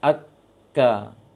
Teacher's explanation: ketika bertasydid bisa dikatakan hilang anginnya. Akka, apalagi dan juga berharokat, anginnya sangat tidak jelas.